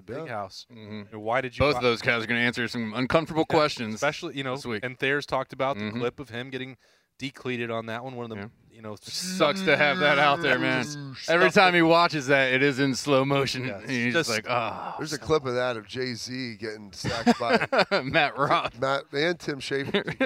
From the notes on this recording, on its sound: The Lettermen Live crew as they returned to Roosters in Columbus after their trip on the Buckeye Cruise last week.